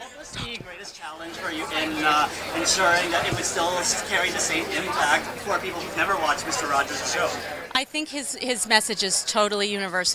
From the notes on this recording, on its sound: shot Live-on-Location at their TIFF red carpet premiere